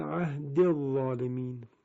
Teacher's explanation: نوشته شده قال لا ینال عهدی الظالمین، اما وقتی وصل میکنیم چون اون یا اضافه آخر کلمه عهدی به صورت ساکن تلفظ میشه، موقع وصل دیگه نمودی نداره مگر اینکه ما وقف کنیم بر اون کلمه و بخوانیم عهدی